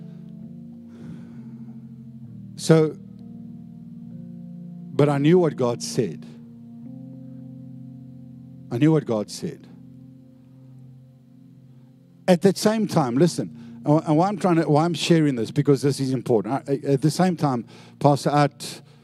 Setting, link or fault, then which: setting, large echoing room